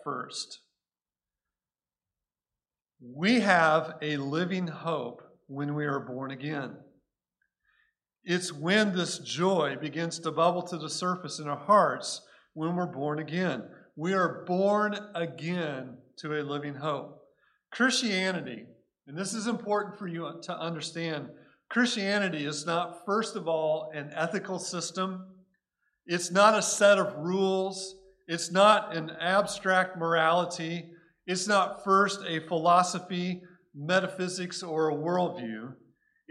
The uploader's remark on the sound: Recorded at Cornerstone Church in Mesa, AZ